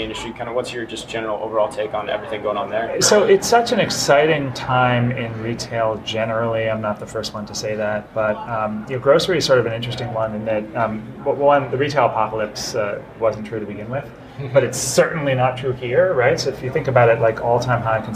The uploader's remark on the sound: Live From Groceryshop